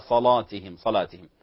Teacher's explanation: في رواية ورشن تفخم اللام في قوله تعالى صلاتهم